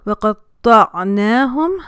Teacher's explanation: طو جو ہے وہ بھاری پڑھیں گے، قوف بھاری پڑھیں گے. عین ظاہر کیجئے، نون کے اوپر جو مد ہے اس کو کھینچئے.